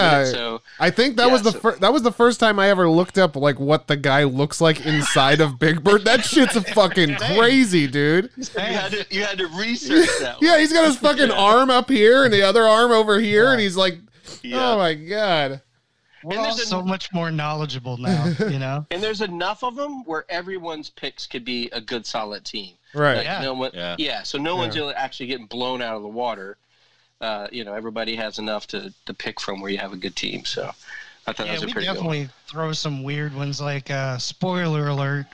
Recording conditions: phone line